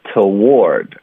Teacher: 后面呢是我们的重音的音节，它就不能变音，它不能弱读，它发 word 。那这就是一个窝带一个儿化音啊，OK，所以